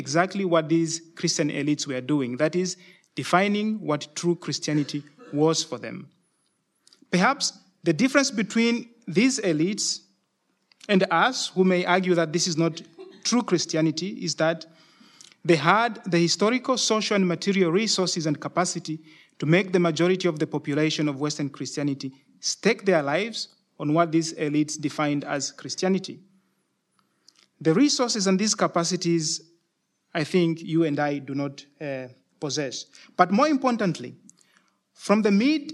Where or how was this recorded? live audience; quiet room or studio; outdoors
live audience